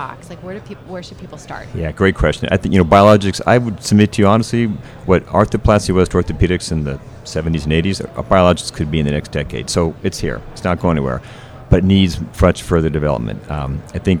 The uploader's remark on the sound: LIVE from AOSSM